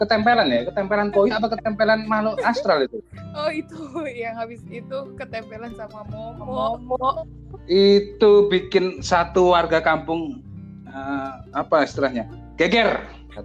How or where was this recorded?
video call